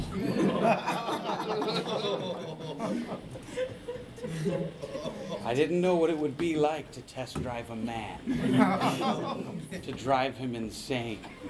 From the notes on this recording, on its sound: 2015 C-U Improv Festival (Live). We were excited to be part of the 7th Annual C-U Improv Festival presented by Zoo Improv at the SoDo Theatre in Champaign, IL - and we recorded the whole thing for you to enjoy!